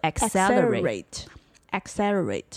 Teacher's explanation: Accelerate. Yeah, the first C is a K pronunciation, and the second C is like Acer, S pronunciation